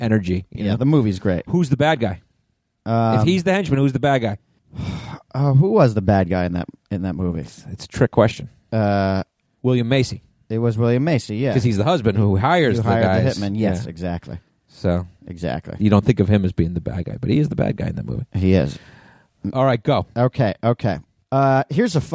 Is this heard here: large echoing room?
no